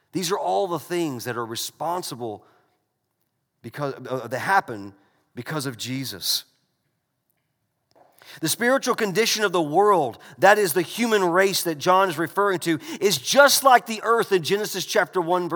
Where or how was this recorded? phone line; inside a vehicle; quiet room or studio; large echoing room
large echoing room